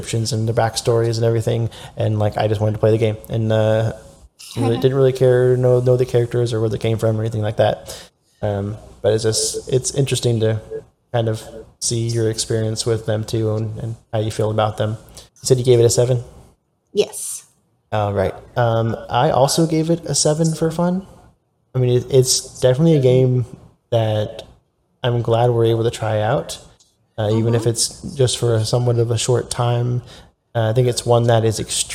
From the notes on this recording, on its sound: Sorry for the echo.